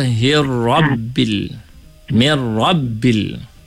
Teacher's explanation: Roh tu tebal sebab dia ada tanda tasydid. Dia sabdu dan fathah. Fathah. Maka kena baca tebal tu hirrabbil.